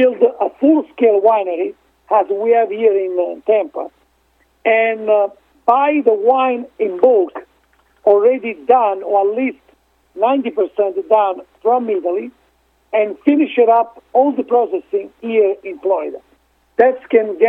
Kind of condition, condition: link, phone line